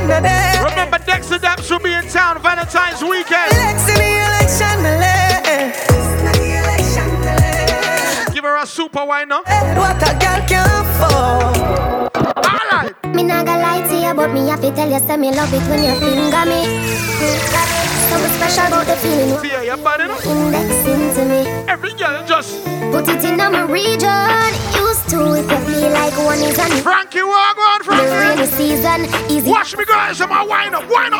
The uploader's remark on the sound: Live Dancehall Set at Bashment Party